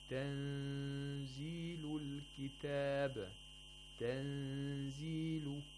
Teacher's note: And you have to apply ikhfa to the nun sakina whenever one of these letters comes after nun sakina. And you have to approximate the place of articulation of zay. And at the same time, you have to make a nasal sound for two vowel counts.